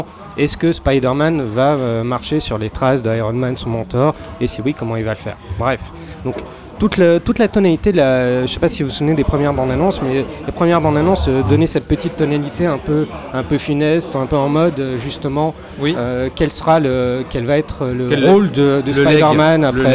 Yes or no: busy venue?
yes